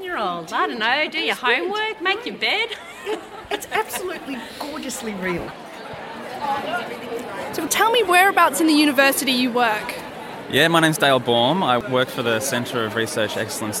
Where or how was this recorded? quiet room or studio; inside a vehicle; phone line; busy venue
busy venue